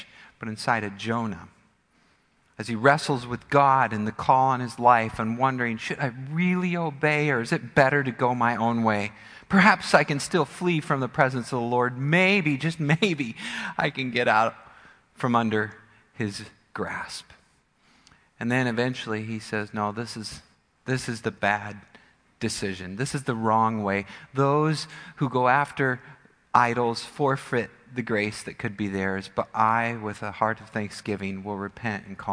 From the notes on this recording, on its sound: Midland Evangelical Free Church Sermon Audio